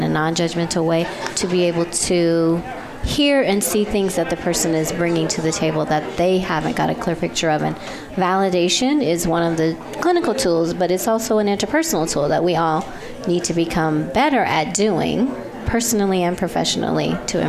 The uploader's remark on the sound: Broadcast Live from The 15th Annual Cesar Chavez Conference.